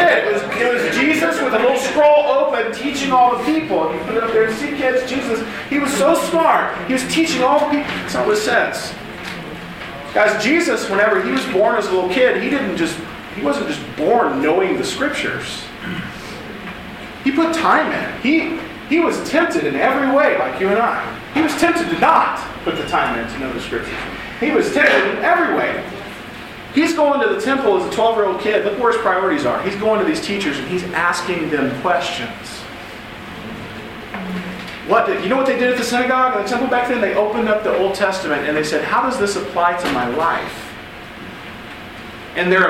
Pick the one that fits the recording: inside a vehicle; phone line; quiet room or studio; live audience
live audience